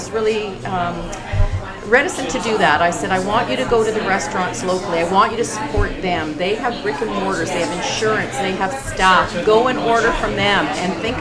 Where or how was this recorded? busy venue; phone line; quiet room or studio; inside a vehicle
busy venue